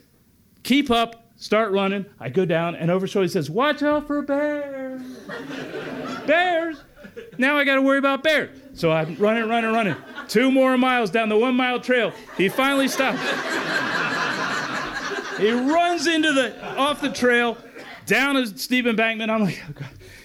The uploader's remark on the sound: Handpicked stories from the 2022 Storytelling Festival in Kennicott-McCarthy. The Wrangell Mountains Center hosted 3 days of grassroots storytelling that summer, featuring local and visiting storytellers.